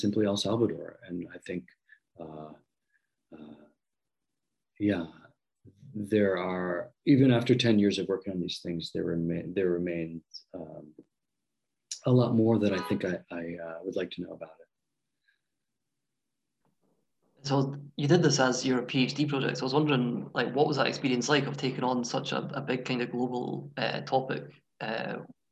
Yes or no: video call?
yes